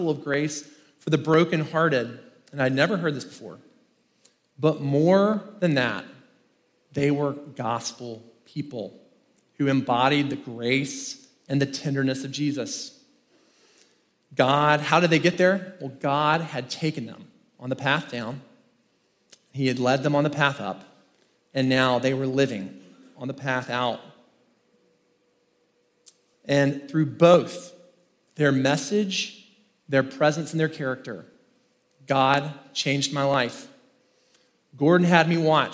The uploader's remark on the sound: In this first main talk from the Rooted 2023 conference in Franklin, Tennessee.